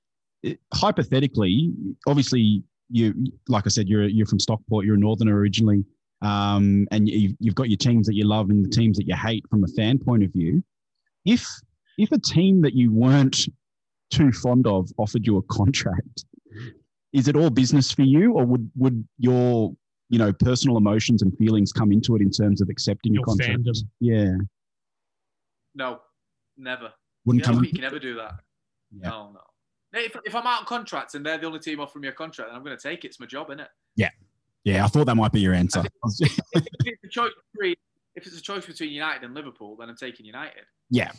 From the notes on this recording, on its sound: Join us from his hotel room in India. Apologies for the audio quality - it's our first time recording from Zoom!